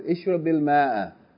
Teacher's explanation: You pronounce it with a short vowel, and you connect what's before Hamzat al-Wasl to what's after.